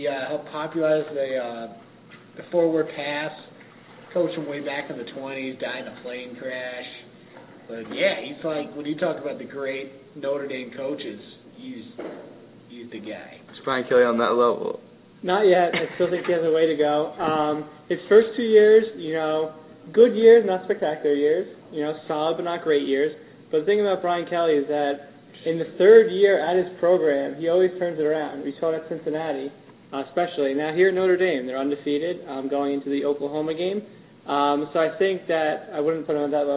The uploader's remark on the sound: Live from the Tavern for a special Halloween episode.